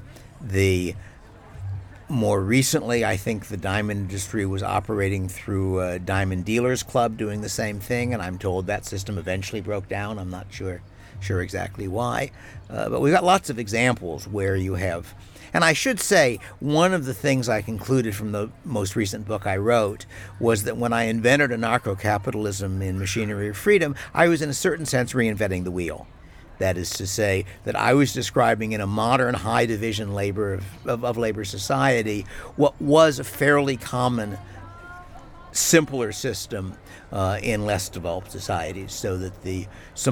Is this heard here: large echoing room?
no